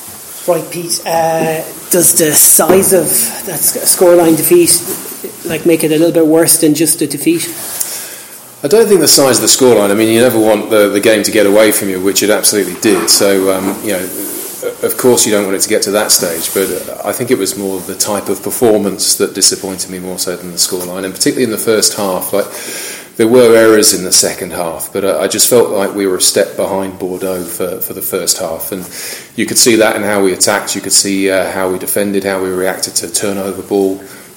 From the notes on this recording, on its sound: give their thoughts in the post match press conference